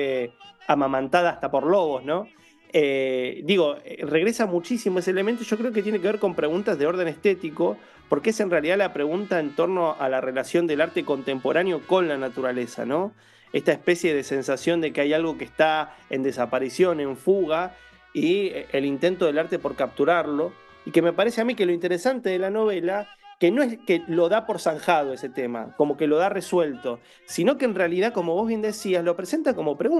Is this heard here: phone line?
no